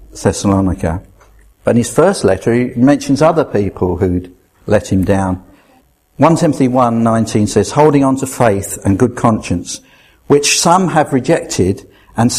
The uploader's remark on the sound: at Rayleigh Elim Pentecostal Church